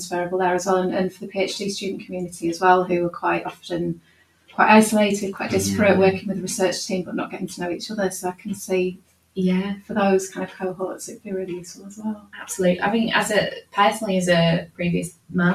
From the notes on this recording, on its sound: We're aware the audio isn't ideal